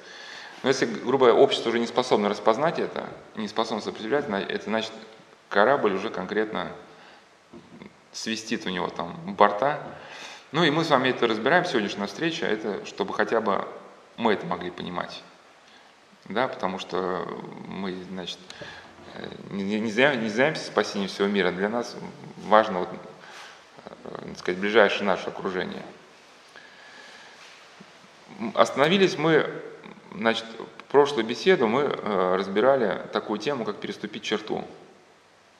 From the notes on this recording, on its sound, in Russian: На лекциях присутствовали воспитанника центра свт. Василия Великого (центр социальной адаптации подростков, находящихся в конфликте с законом).